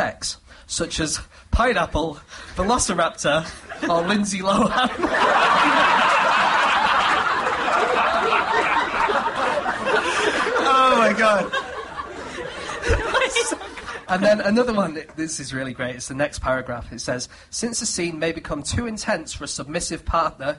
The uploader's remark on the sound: Live at the Soho Theatre